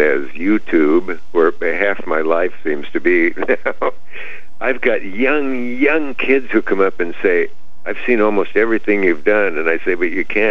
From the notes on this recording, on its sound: called in to talk